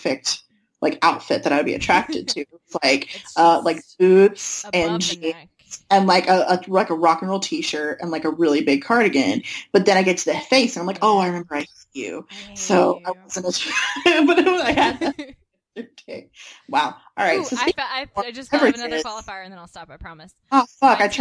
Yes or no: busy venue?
no